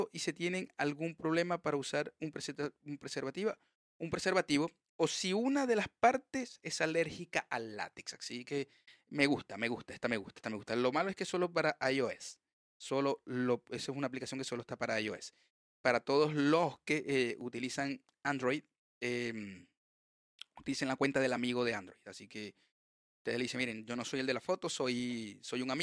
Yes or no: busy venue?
no